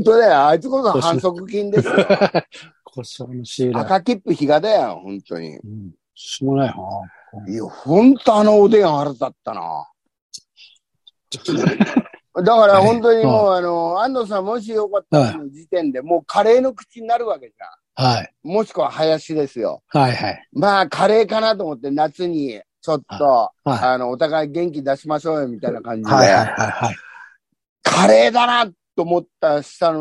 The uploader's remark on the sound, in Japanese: ZOOMで収録〜。